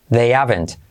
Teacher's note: Fíjate cómo me salto la H